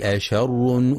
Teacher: ينتبه القارئ في كلمة أشر لترقيق الهمزة والشين فلا يفخمها بسبب مجاورة حرف الراء المفخم